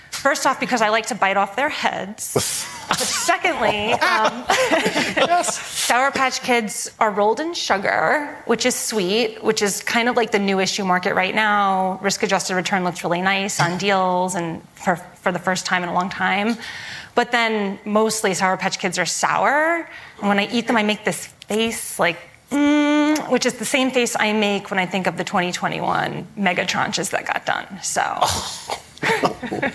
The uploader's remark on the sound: Live from Barings 360